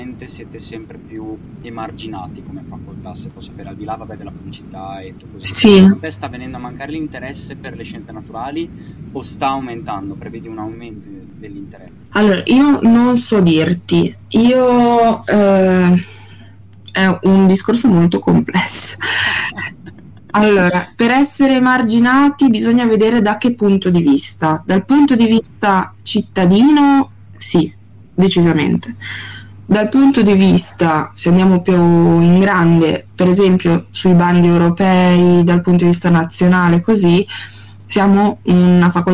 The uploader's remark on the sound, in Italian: Al di là dei problemi audio che contraddistinguono oramai il nostro podcast, e per cui ci scusiamo